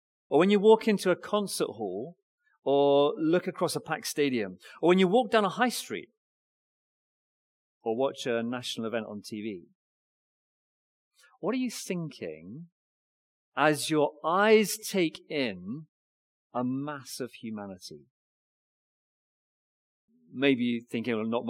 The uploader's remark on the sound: Recorded Live stream Sermon from Binscombe Church (BWS) 3rd March 2024